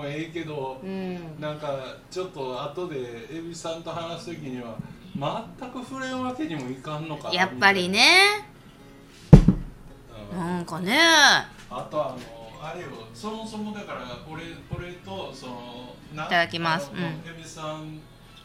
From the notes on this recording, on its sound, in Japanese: 大阪市内の実在BARから配信中